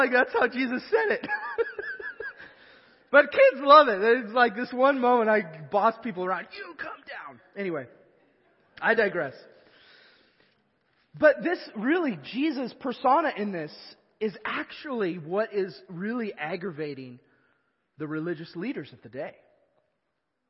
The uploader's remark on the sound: Evangelical Free Church of Canton